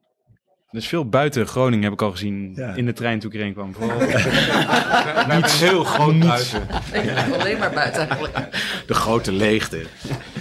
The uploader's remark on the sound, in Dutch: Live in een café mét publiek én jonge- en oude klaren.